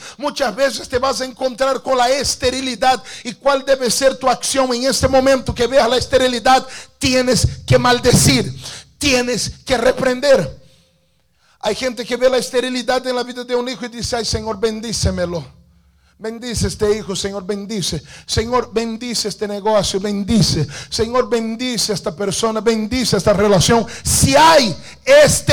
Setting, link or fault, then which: setting, large echoing room